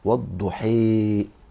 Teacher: الإمالة إن أنا أميله خالص